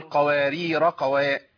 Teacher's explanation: معناه إن أنا لو هوصل القوارير دي بما بعدها الألف هيقع ما يثبتش